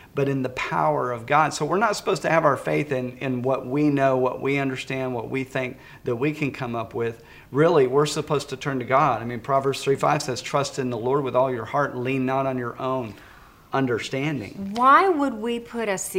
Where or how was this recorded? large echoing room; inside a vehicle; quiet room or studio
large echoing room